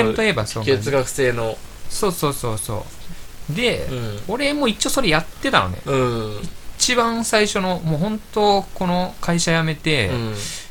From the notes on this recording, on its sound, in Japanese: 2ですが全体的にノイズが入っていて聞き取りづらいです、すみません。マイク関連寿命ですかね。